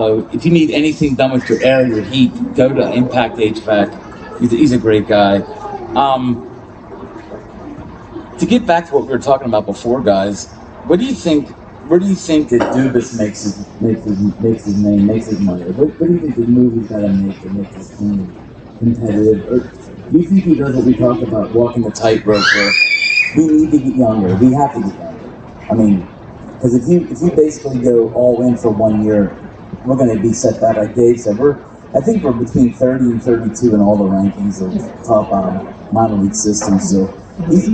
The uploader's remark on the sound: Draft 412 LIVE at Caliente Pizza & Draft House. Draft 412's second LIVE podcast.